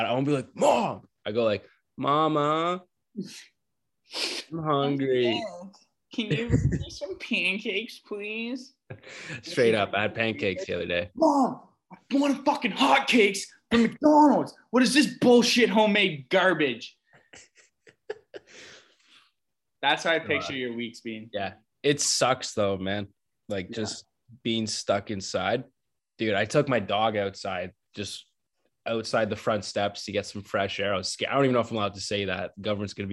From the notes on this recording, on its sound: We hate to do it, but we got a zoom call podcast for you guys this week.